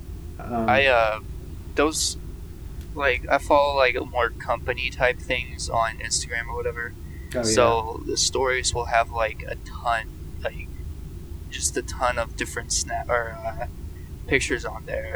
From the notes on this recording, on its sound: Sorry for the poor audio quality this episode.